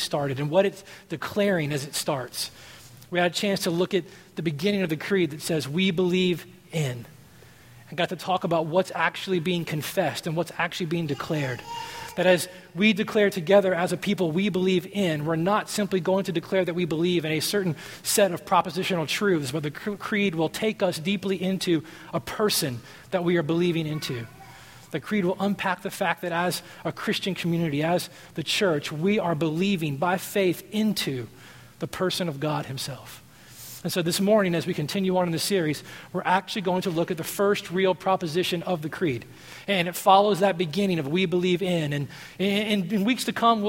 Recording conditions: large echoing room